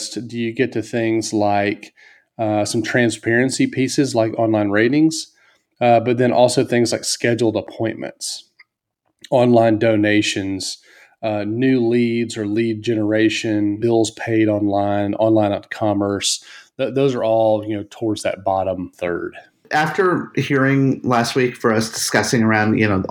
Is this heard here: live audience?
no